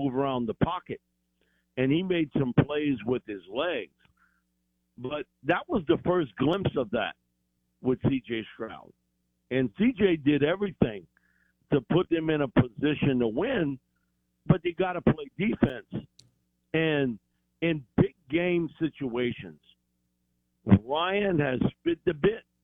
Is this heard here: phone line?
yes